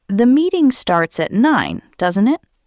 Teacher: Use falling intonation when you expect the other person to confirm what you said. Your voice goes down at the end. For example, "The meeting starts at 9, doesn't it?" If you are almost sure, this sounds like a friendly request for confirmation.